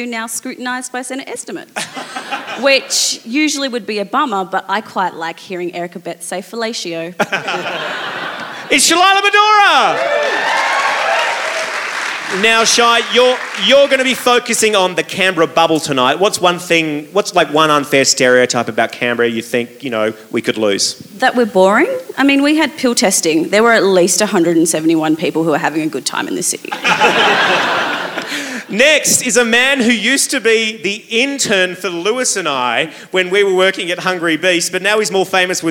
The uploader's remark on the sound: LIVE from the #CanberraBubble. Recorded live at The Street Theatre. A huge crowd, thirsty for satire or maybe just starved of any kind of entertainment, turned up for the best show we’ve ever done in Canberra*.